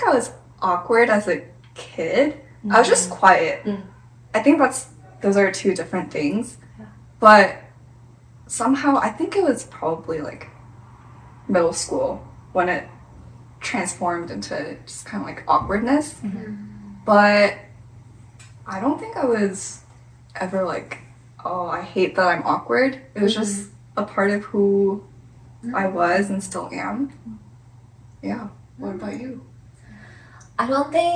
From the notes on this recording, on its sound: We apologize for the audio quality this episode. We forgot to hit “record” on the podcast system.